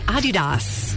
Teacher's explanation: slight emphasis on the first syllable